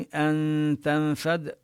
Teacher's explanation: هنا النون حكمها الإخفاء، جاء بعدها حرف التاء